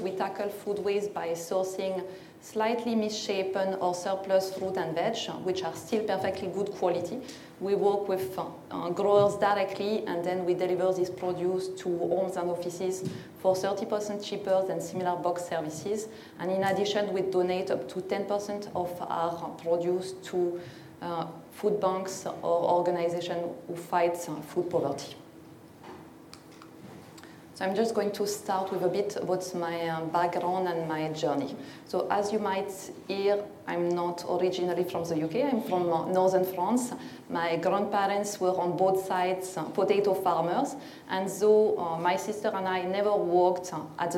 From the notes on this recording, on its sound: This talk was recorded at Vevolution Topics: Environment 2019.